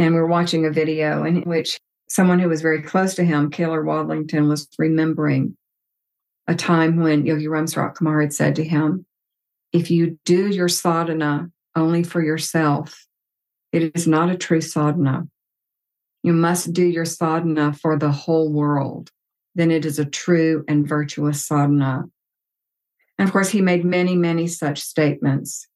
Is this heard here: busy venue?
no